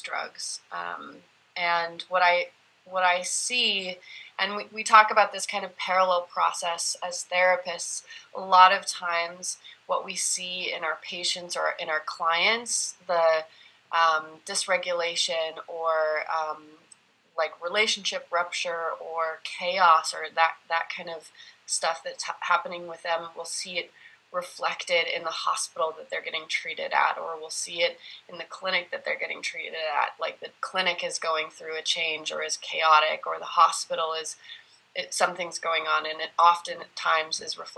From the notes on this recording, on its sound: I sit down for a Zoom convo